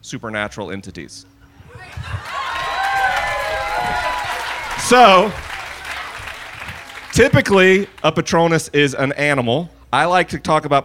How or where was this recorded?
live audience